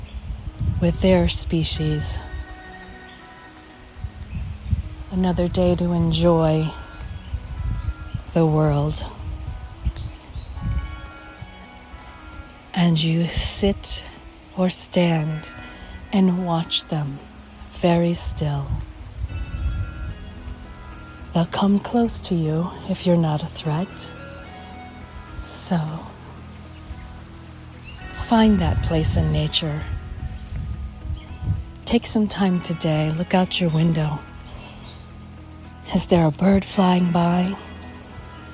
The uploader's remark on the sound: One Minute Calm: Walk and Talk